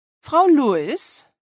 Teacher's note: Note the rising intonation at the end of the name.